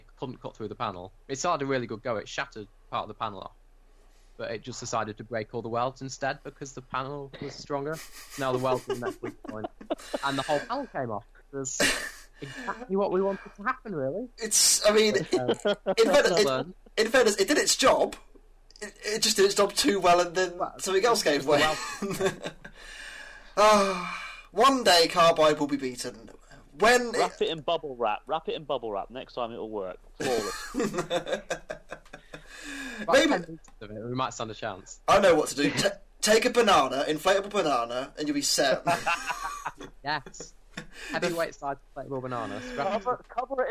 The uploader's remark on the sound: a difficult podcast to record due to technical issues